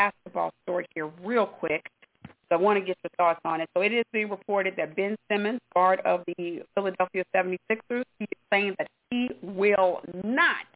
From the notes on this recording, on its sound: your phone calls